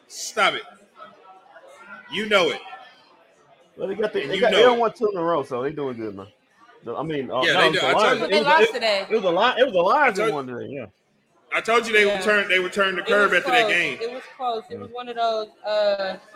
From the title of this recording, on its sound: Live from White Rock Ale House